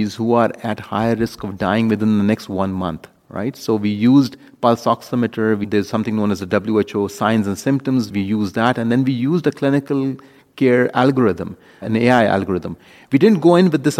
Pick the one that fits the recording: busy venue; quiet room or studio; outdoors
busy venue